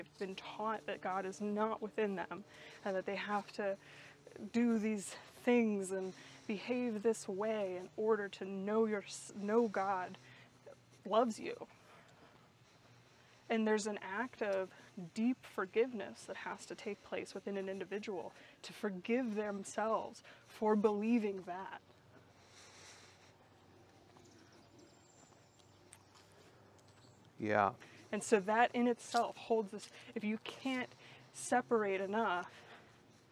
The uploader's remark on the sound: Listen in as we walk and talk.